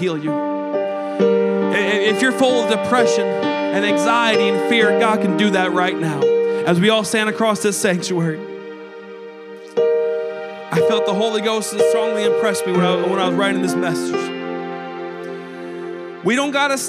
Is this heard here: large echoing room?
yes